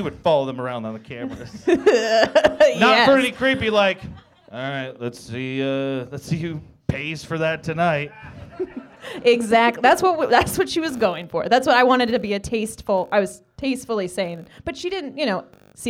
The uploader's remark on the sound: Live show recorded at Stampede Bar and Grill in Prairie City, Iowa.